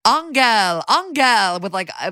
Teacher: they're saying angel, but with a hard G